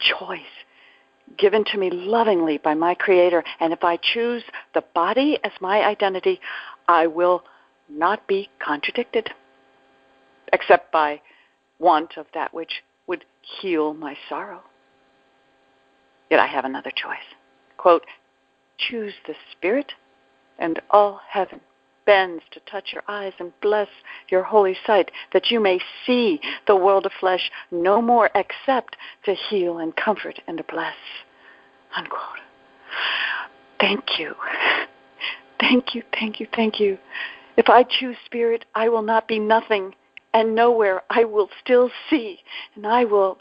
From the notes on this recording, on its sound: ACIM Daily TEXT Conference Call.